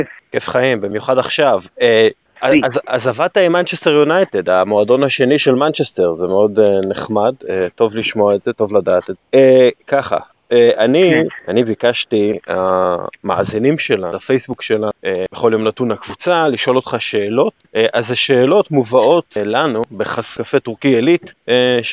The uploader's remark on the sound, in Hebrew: הפרק הוקלט במהלך הליכה עם הכלב.